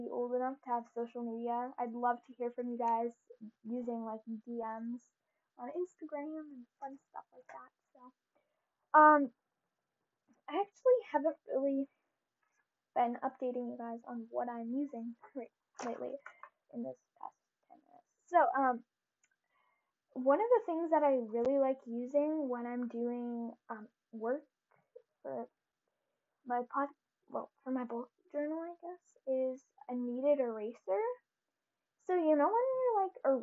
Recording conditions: background noise